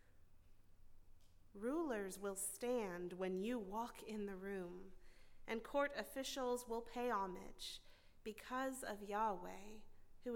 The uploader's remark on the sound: at Northminster Church on January 19, 2020.